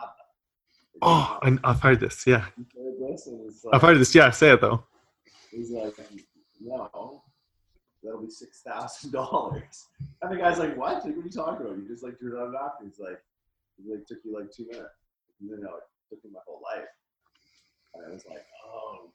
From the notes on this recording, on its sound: The audio is not of normal quality for RX'D RADIO.